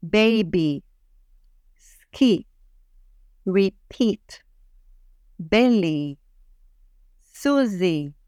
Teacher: It is pronounced very, very openly, like E. I call it the smiley vowel because if you repeat the sound E, you'll see yourself smiling. · Term: E vowel